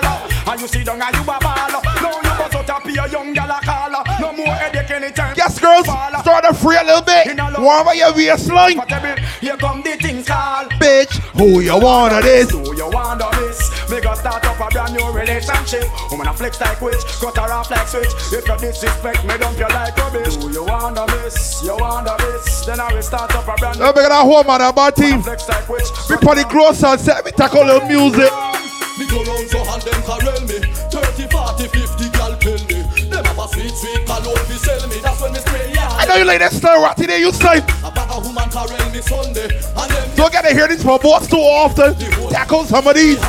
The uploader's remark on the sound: GLOW SUNSET VIBES (RAW). LIVE AUDIO FROM GLOW SUNSET VIBES.